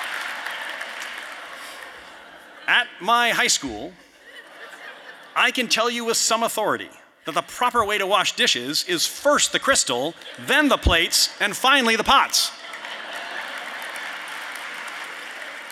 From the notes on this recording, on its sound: you’ll hear the audience react to some visuals